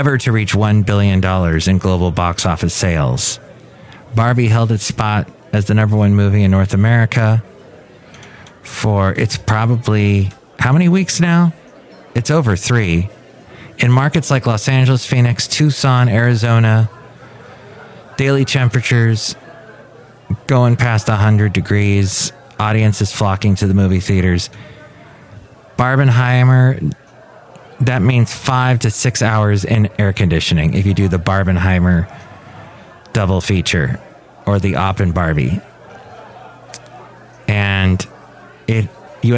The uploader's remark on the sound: podcasts live from Café Anyway